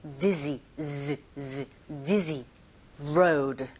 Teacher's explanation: D-G라기 아니라 Z 발음은요. 여기 목젖 부분이 살짝 떨리는 느낌을 느끼시면서 발음을 하시면 돼요.